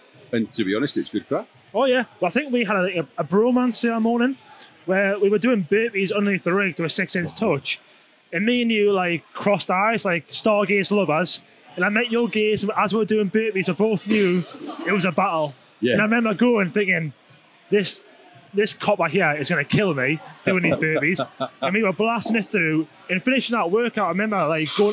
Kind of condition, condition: setting, busy venue